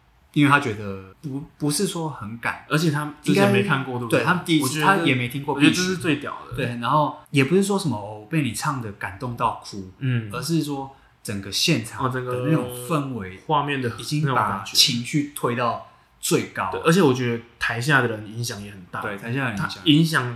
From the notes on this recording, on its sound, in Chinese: 這兩次錄音不知道為什麼回音很重，已經盡1000%力量調整了，下次會再改進。